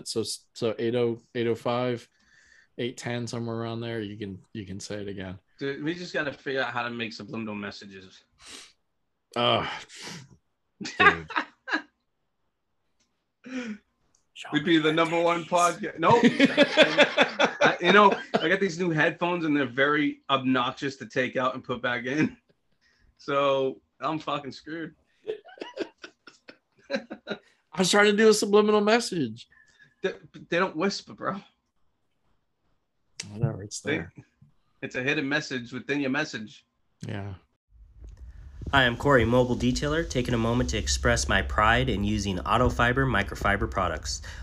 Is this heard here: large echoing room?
no